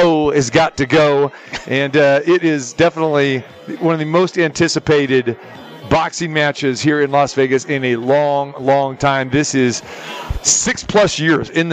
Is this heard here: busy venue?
yes